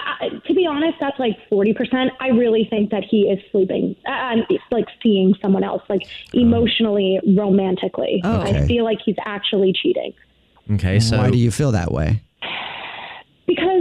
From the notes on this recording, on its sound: A Phone Prank